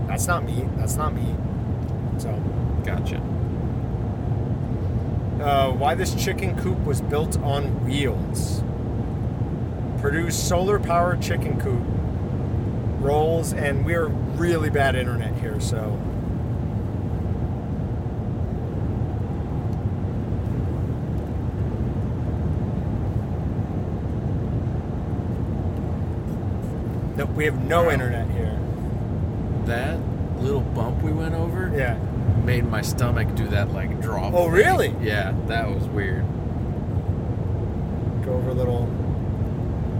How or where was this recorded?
inside a vehicle